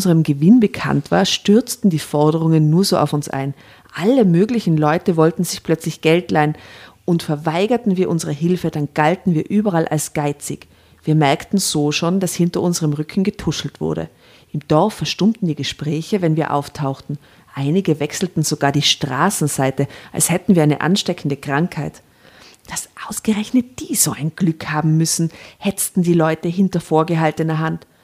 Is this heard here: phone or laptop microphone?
no